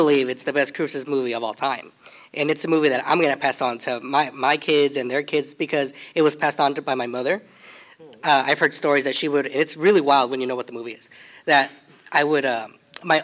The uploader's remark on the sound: Live panel at L.A. Comic Con 2022